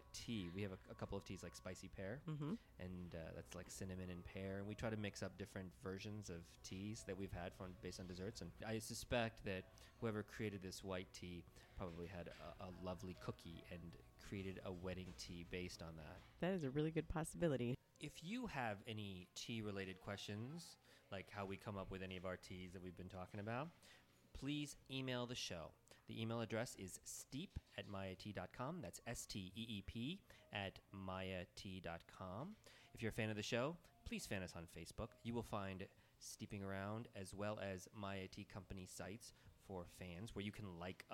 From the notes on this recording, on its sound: record this week from the Chantilly Tea Room